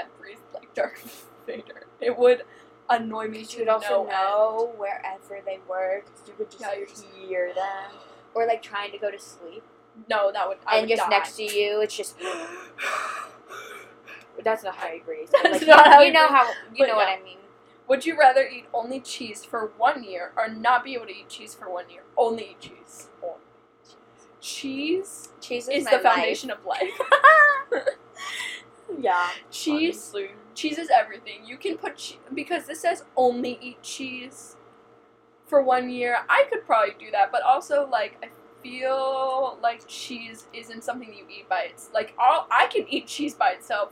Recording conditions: background noise